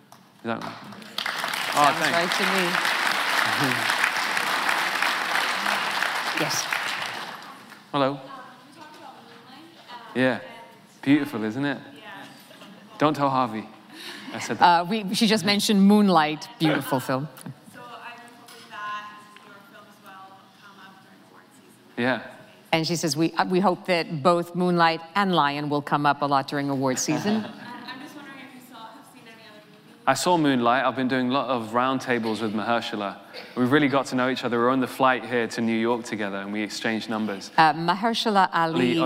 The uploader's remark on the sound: The conversation was recorded on Nov 21, 2016 in front of a live audience at New York's 92nd Street Y.